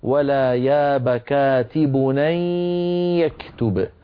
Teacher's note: لابد من الغنة مع الياء لأنه إدغام بغنة